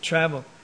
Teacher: The accent is on the first syllable, travel.